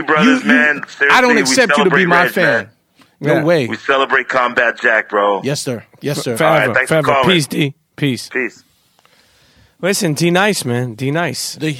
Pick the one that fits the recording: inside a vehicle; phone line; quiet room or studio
phone line